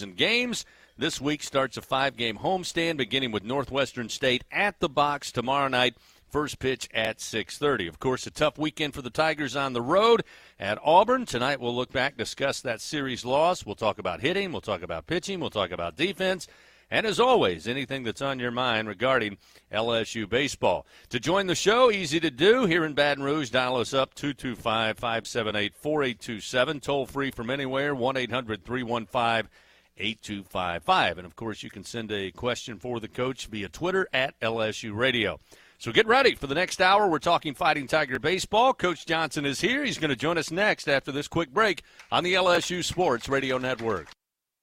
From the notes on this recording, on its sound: A one-hour radio call-in show. Aired live from TJ Ribs on Acadian Thruway.